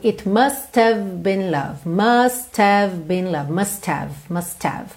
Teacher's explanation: Esse H do have, ele não é um som forte, ok? Não é uma consoante forte. E dependendo da situação, da sequência de palavras que a gente tem, ele acaba sumindo.